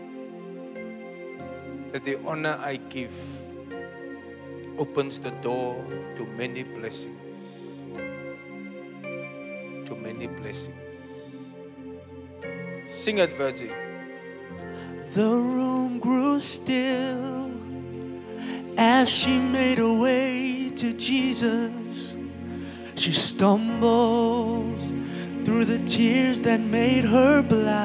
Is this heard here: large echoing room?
yes